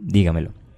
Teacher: Llevan acento prosódico en la sílaba anterior a la antepenúltima sílaba. Siempre llevan tilde en la sílaba tónica. · Term: sobre esdrújula